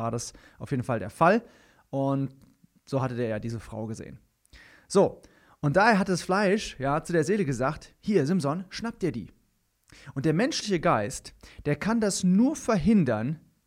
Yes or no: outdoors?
no